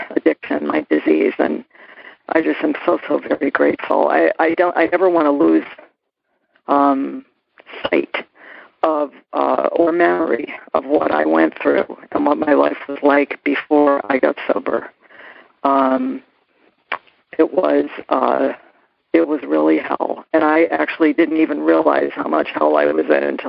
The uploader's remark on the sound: Noon Phone Speaker Meeting